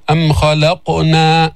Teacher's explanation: جيب القلقلة في القاف الساكنة، أم خلقنا، بعدين ما جبنا الألف تاعت خلقنا عند الوصل منعا لالتقاء الساكنين، فما منقول لا نقرأ أم خلقنا الملائكة، غلط.